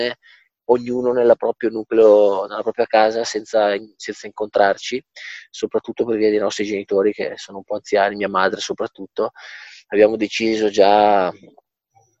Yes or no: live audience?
no